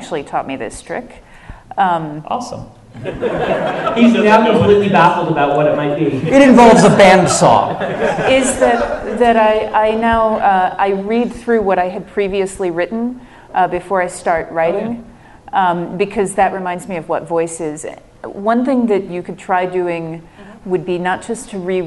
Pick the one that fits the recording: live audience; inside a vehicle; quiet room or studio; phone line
live audience